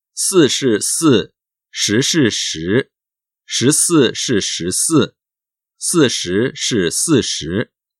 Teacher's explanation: 读的时候要格外注意平舌音思和翘舌音诗的区别